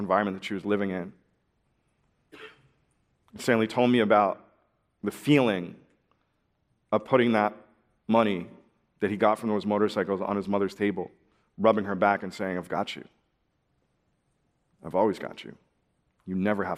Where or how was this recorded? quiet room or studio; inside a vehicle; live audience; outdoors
live audience